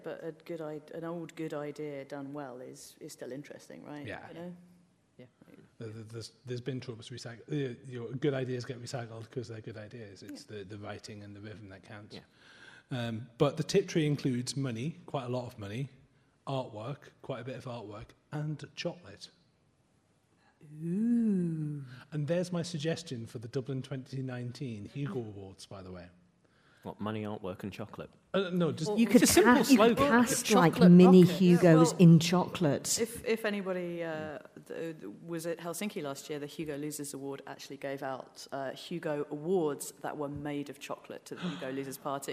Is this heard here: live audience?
yes